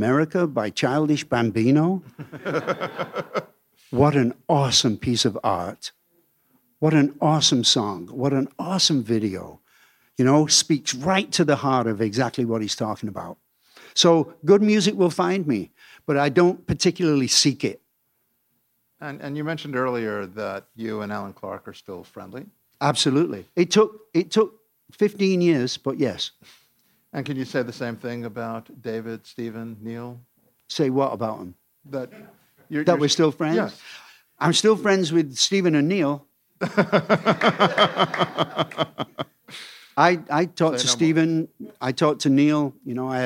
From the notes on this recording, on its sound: This episode was recorded in front of a live audience at Atlantic Records.